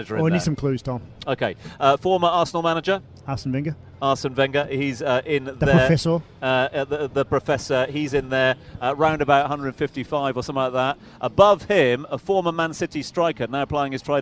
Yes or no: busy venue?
yes